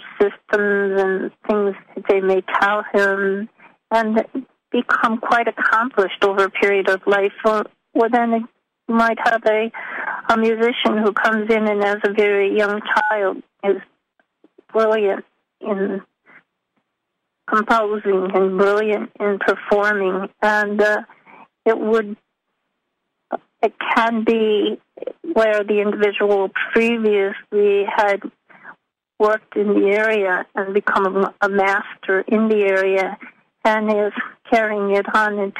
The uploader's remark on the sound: Conference Call LIVE, April 4, 2022